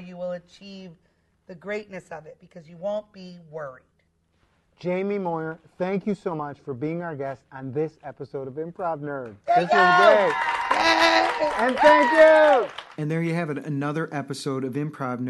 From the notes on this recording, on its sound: In this live episode recorded at The Chicago Improv Festival.